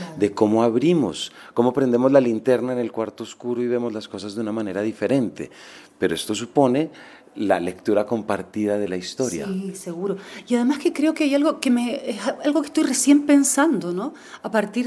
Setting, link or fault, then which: setting, busy venue